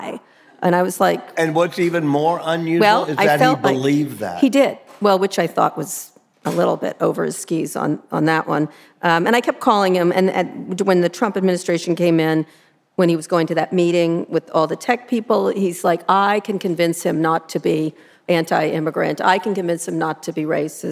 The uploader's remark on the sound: Taped in front of a live audience at the New Orleans Book Festival.